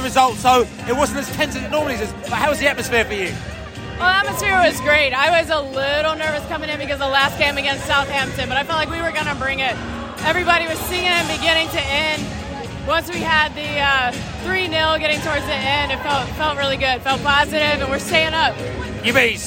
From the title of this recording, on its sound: post-match podcast from the pub